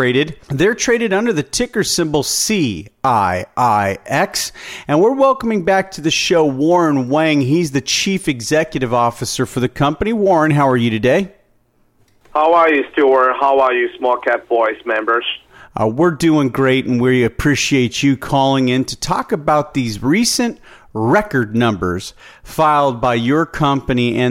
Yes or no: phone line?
yes